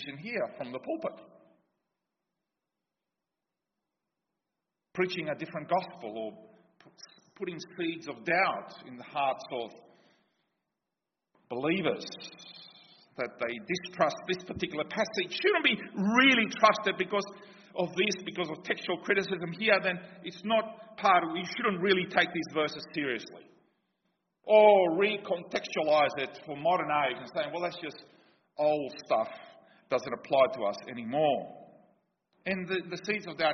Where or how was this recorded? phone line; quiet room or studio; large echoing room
large echoing room